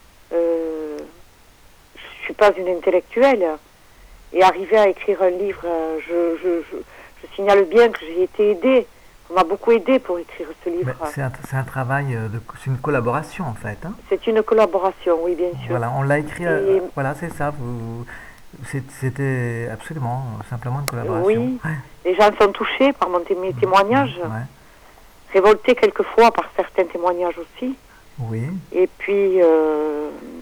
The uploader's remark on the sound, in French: Cet entretien audio a été réalisé au téléphone